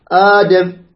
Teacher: يمدونها مدا مد بدلها فيها حركتين، يعني كمد الطبيعي